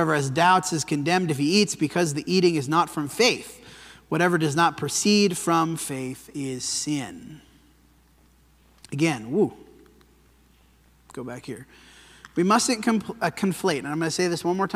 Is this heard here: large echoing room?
yes